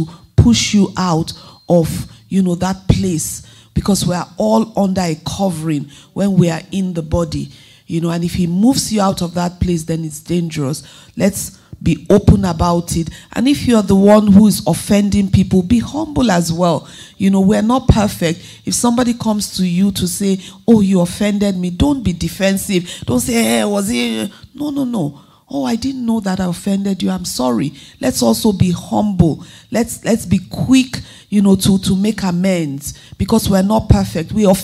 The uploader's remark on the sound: Question and Answer at the Light, Be conference in Vienna